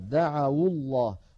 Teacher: دعوا الله، عفوا دعوا الله، دعوا هذه واو جماعة وليست واو جماعة، دخلت على فعل دعا فصار عندنا واو ساكنة مفتوح ما قبلها يعني حرف لين دعوا، فلما التقت مع الساكن بعدها حركت الواو بالضم فصارت دعوا الله